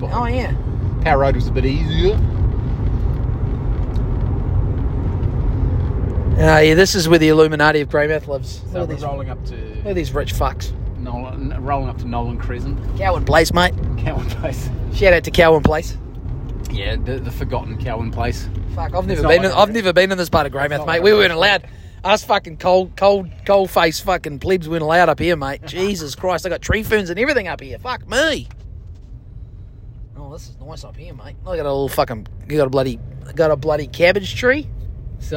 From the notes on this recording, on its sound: We recorded it in the car on our way there.